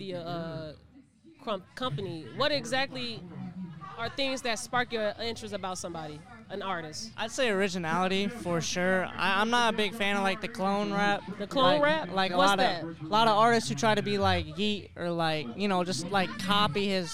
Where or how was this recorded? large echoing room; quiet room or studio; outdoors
outdoors